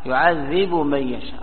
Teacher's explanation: أدغم الباء في الميم، يعذب من يشاء، يعذب من يشاء، هذا يسمى إدغام كبير.